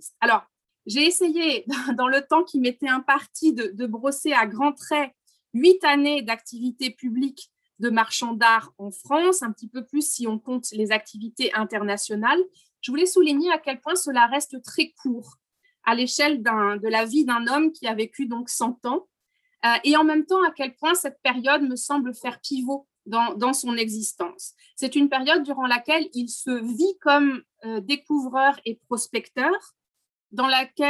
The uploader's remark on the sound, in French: Enregistré sur Zoom